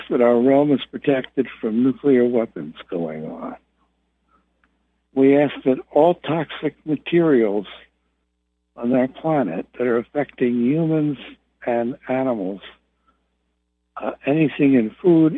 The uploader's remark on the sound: Conference Call LIVE, August 15, 2022